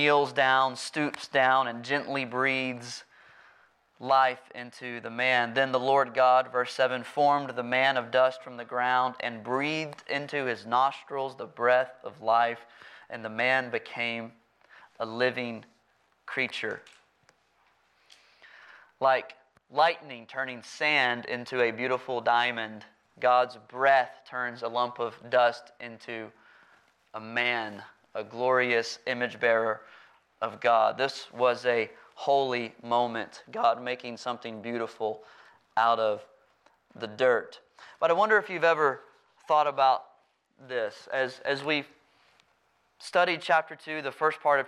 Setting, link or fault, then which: setting, large echoing room